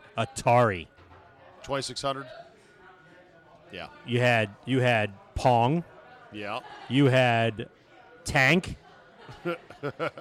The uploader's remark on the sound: RECORDED LIVE at DC PRIME STEAKS in Ashburn VA.